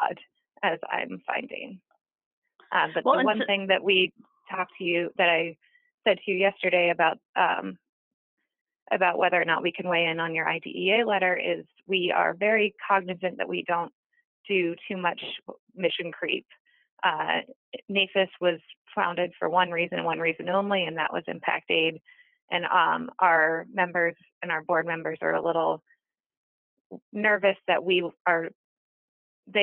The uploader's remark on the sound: She called